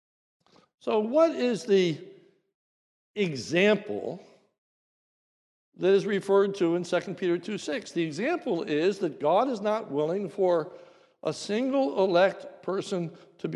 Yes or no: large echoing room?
yes